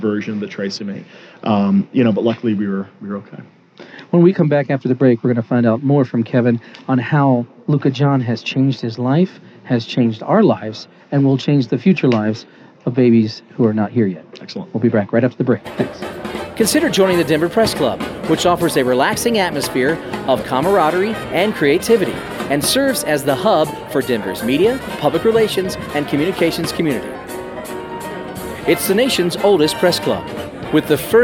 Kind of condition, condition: setting, busy venue